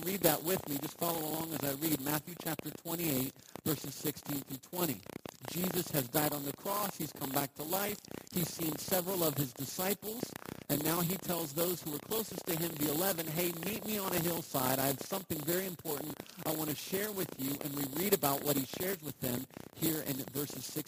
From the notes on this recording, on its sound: We apologize for the poor audio on this week's talk. Technical difficulties...